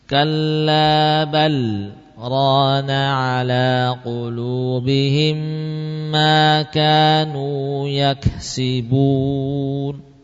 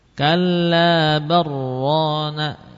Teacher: Dibaca oleh beliau dengan idhar, tapi idhar yang diselingi saktah ya, idhar yang diselingi saktah, bukan sekedar idhar saja ya. · Shown in: first take · Kalau sekedar idhar tentu akan menyelisihi apa madhabnya sendiri.